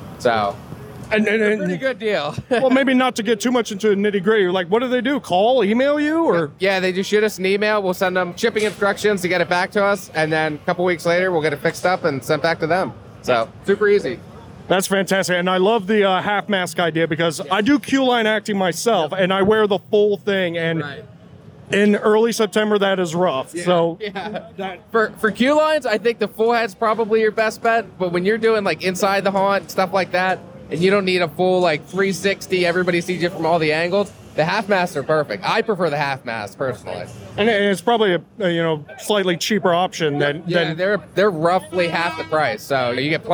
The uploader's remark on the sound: During Transworld’s Halloween & Attractions Show 2022 from the show floor.